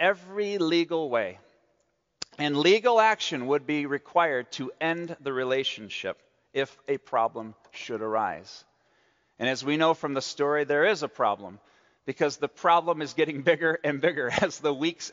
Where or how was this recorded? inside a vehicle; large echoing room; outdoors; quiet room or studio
large echoing room